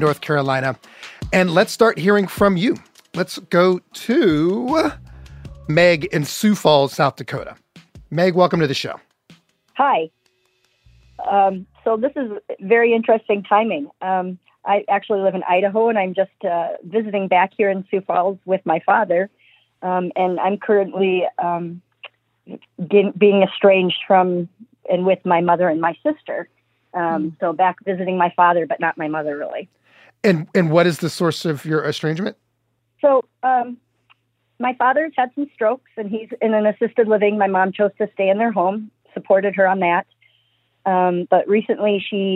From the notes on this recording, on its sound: A live call-in show. Heard from listeners all around the country.